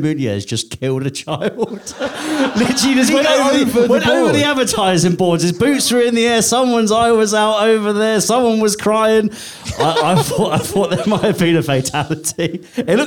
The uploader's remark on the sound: live from the Half Moon Putney!